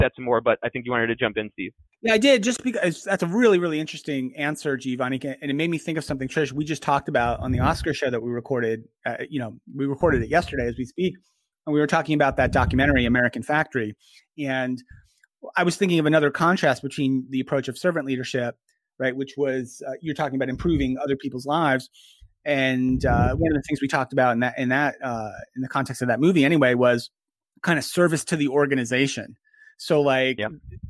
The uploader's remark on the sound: Over the phone.